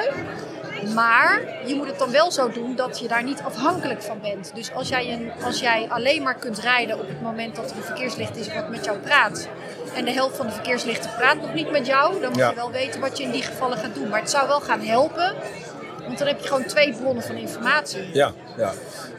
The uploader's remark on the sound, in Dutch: Live vanaf de RAI Mobility Shift